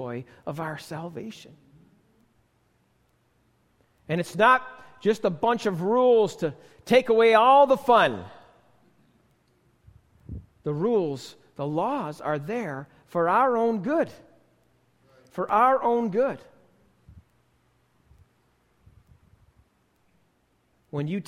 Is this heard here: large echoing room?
yes